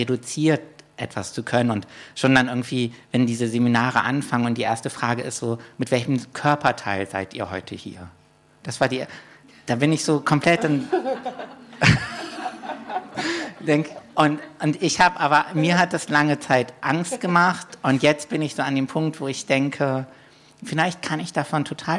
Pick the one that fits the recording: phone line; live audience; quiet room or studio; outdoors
live audience